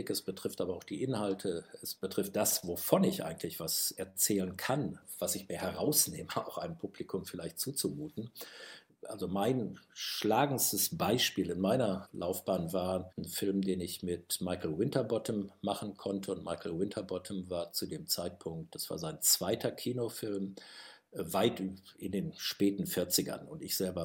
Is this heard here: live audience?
no